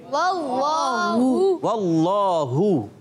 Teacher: नीचे वाले हिस्से से हा अदा होता है